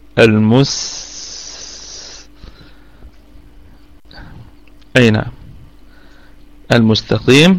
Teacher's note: الميم هنا متحركة في أقل درجات الغنة، والسين ساكنة، فنراعي فيها صفة الهمس والرخاوة والصفير